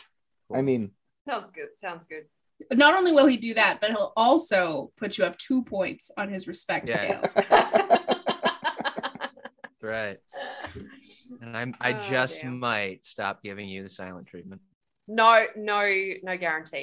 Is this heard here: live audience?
no